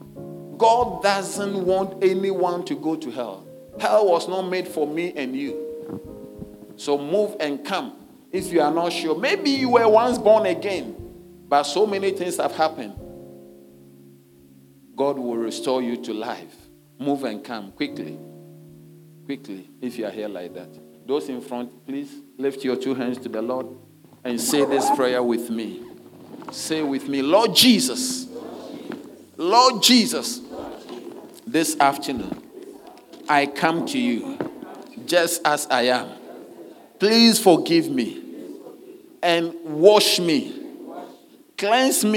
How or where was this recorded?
large echoing room